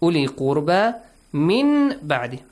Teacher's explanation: The waw is ignored here. It's sakin, silent.